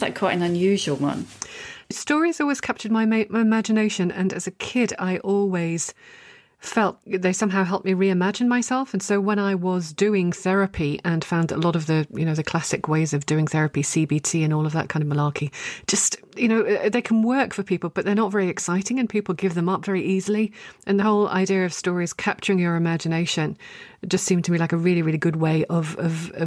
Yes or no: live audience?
no